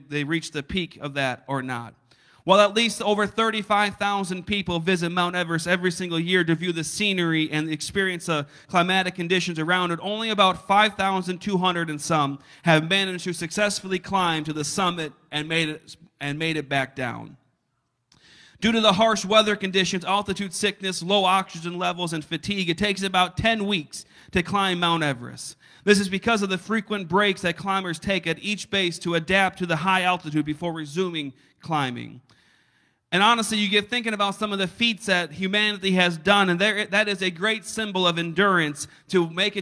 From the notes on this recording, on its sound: a service recording from Connect Point UPC